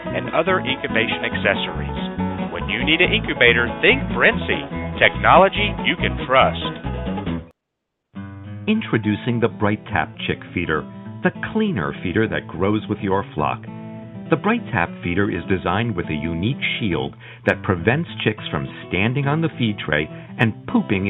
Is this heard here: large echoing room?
no